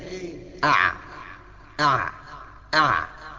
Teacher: تلاحظ بان في رنين في وسط الحلق عمل ذبذبة كده في زورك، بس في منتصف الحلق الذبذبة دي هو ده المخرج. · Term: العين